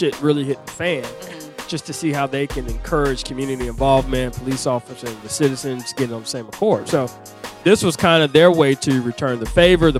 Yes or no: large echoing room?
no